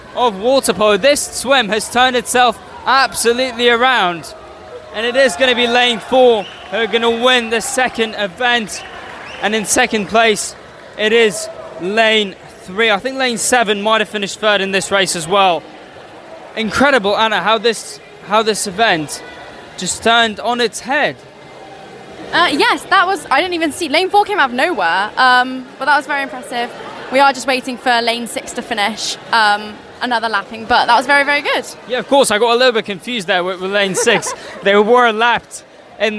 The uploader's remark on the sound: Welcome to St Sidwell's Point and welcome to live coverage of the Ultimate Swim Off - a Movember charity event involving six aquatic clubs: Swimming, Canoe, Surf, Waterpolo, Triathlon and Windiriding!